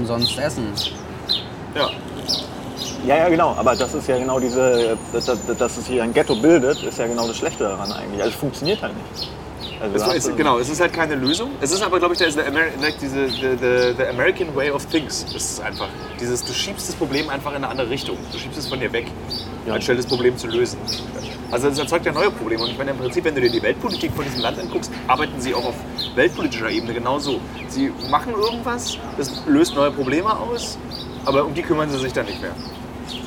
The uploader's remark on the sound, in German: live aus Skid Row, einem Slum in LA